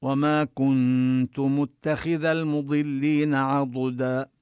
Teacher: متخذ هنا الخاء وإن كانت مكسورة فهي في مرتبة أقل التفخيم